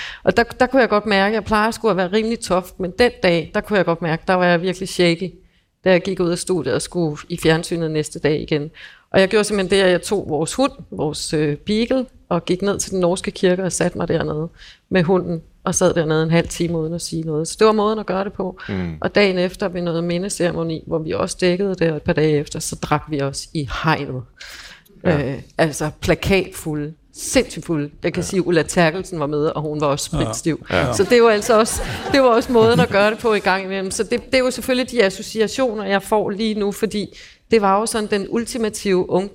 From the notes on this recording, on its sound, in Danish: på scenen til årets Bogforum